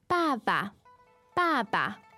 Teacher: Okay, so you have two ba there. The first one is fourth tone, but then the second one becomes neutral tone.